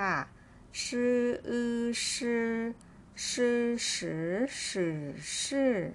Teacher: ซึ่งตามหลังตัว shก็จะต้องออกเสียงเป็นสระอือค่ะ